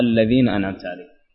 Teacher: وكذلك في حرف الذال الذين أيضا كان ينطق بحرف الزاي والصحيح إخراج اللسان لأن هناك فرق بين الزاي والذال. الذال يكون فيه إخراج اللسان